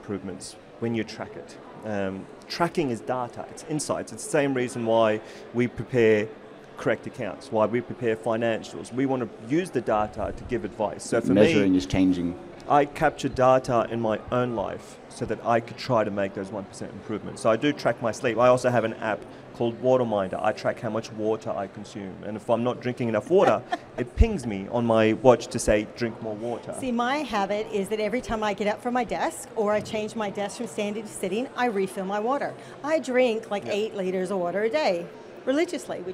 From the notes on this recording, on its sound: This was a live panel discussion at Accountex.